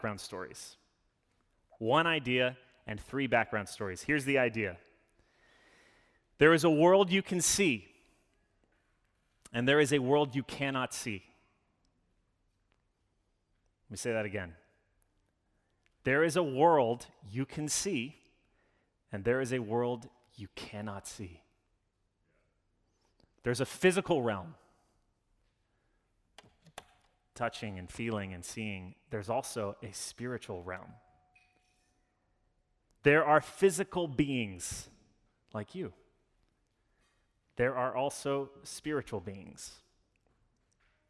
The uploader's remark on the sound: Sermon delivered. As an Anglican church, we follow a liturgy every Sunday which allows us to participate in worship together.